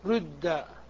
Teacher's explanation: فإذا أردت أن تشم رد فإنك تقول بإخلاص الضم رد، وبإخلاص الكسر رد، وبالإشمام رد، تضم الشفتين على هيئة الضمة ولكنك تنطق بكسرة